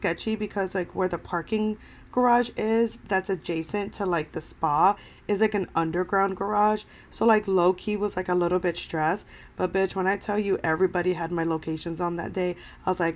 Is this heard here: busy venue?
no